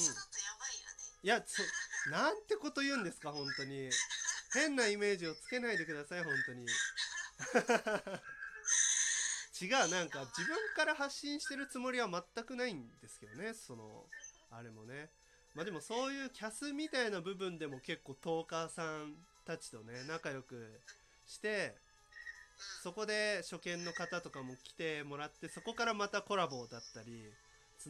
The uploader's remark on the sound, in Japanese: 音割れや雑音が入ってたらごめんなさい！！